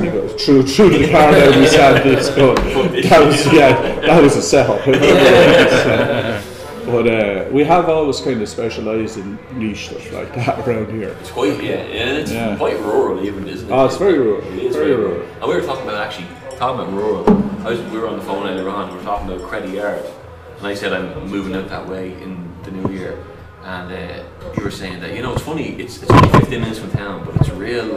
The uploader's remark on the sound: This podcast was recorded in the High Cross Inn, Moone, Co. Kildare during Christmas 2023.